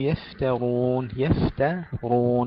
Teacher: التاء مرققة والراء مفخمة. وقبلها الفاء ساكنة مع الرخاء والهمس بدون غنة، بدون قلقلة